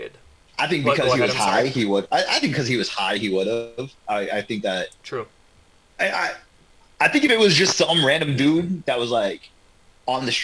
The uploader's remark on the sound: lots of technical issues, a bathroom break, and a phone on the last moments of it's life.